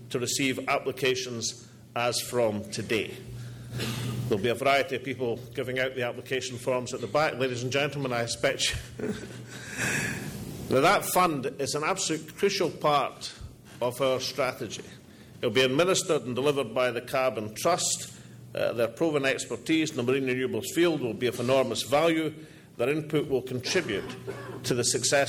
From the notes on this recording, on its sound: All Energy 2012 Conference address